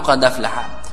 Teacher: فورش ينقل حركة الهمزة إلى الساكن قبله ويسقط الهمزة